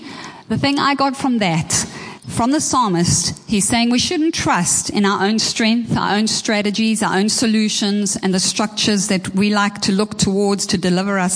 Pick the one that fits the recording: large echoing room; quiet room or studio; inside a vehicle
large echoing room